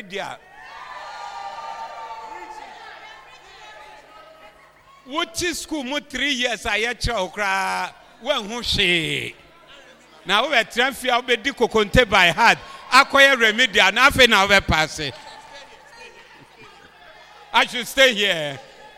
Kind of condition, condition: setting, live audience